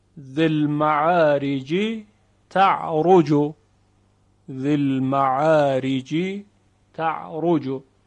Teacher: جیم در حرف تی دو نقطه یا تا ادغام می شود